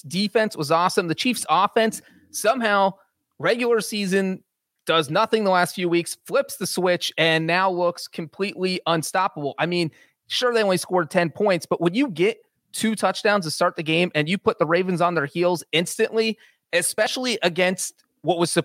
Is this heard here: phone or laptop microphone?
no